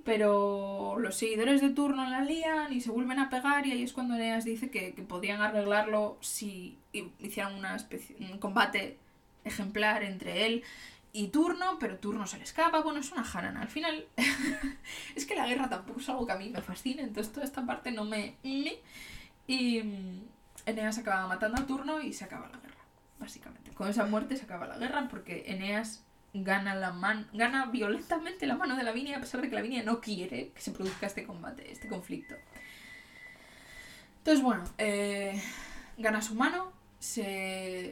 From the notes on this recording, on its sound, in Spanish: Como siempre, oireis ruidos de fondo, probablemente algún timbre, patitas, una puerta o cosas por el estilo. No edito el audio, espero que no os importe.